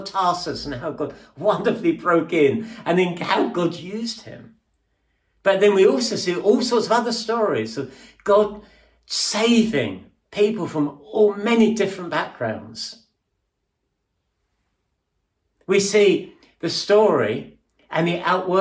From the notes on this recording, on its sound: At King's Church, Cockermouth, as an audio file.